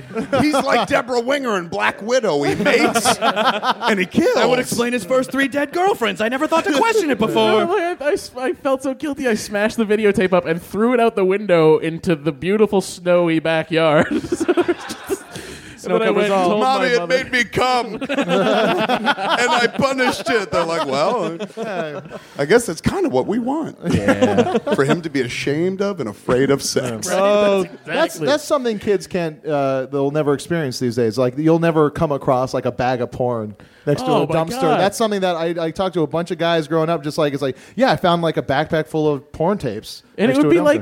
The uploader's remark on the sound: TOTAL PODMASH as we recorded at the Smodcastle on 1/12!